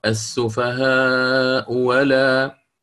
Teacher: لو وصلت كما قلت أقرأ السفهاء ولا بإبدال، بتحقيق الأولى وإبدال الثانية واو المفتوحة، الفتح خالص هنا